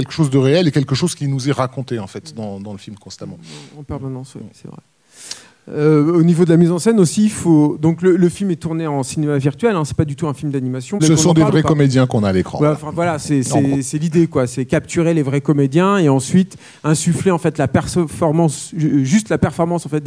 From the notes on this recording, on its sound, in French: La captation de ce podcast spécial a eu lieu le 19 juin 2021, lors de la projection. À la séance en Bonne 3D au Club de l'étoile.